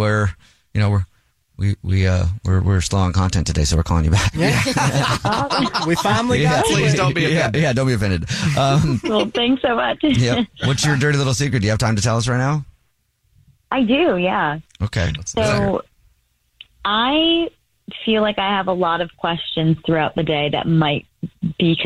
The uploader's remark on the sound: there is a woman on the phone